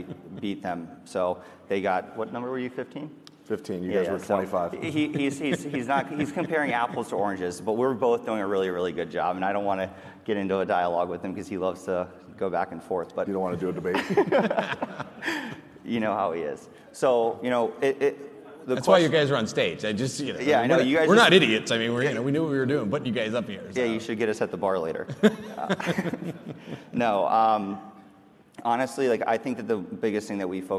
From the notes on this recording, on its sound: lively session from FreightWaves LIVE: Chicago